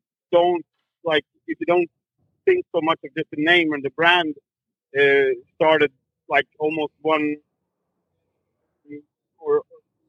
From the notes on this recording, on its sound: on a phone call to chime